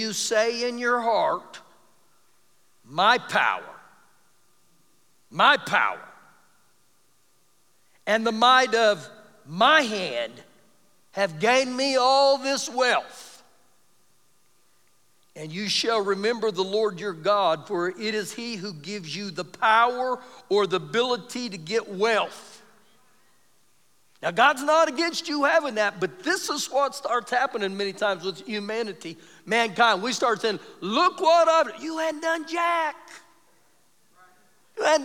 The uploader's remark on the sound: Recorded live during our Wednesday night service